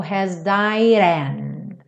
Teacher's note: O final da frase de cima, has died, juntou com and. Então ficou has died and.